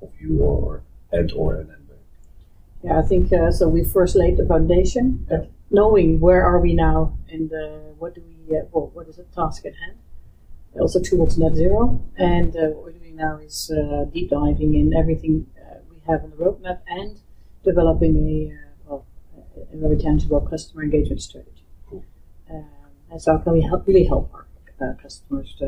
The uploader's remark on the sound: Due to some technical issues, the quality of the sound is not as good as you are used to from us.